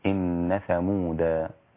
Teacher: وعند الوقف ألا إن ثمود لأنه قرأه بالتنوين، فإذا وقف عليها وقف عليه بمد العوض فتصير إن ثمود